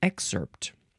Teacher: I think I like to say excerpt, with a K and an S sound